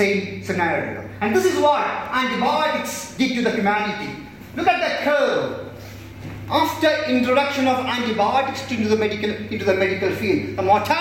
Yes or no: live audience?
yes